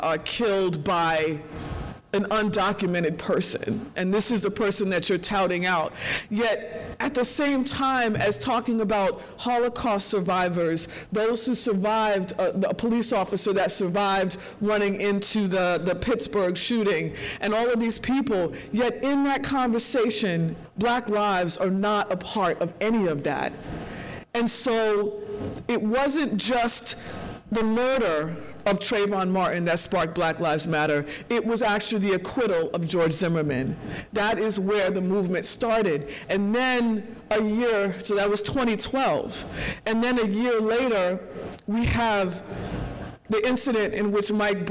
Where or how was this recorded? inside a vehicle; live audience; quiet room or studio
live audience